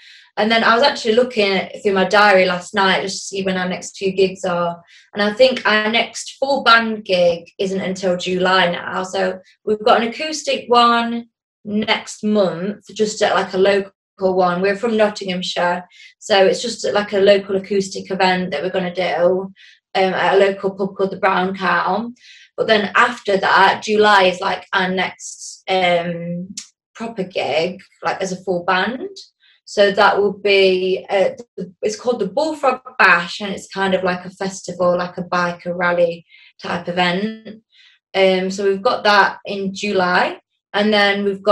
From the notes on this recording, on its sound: Recorded on May 26th on Zoom.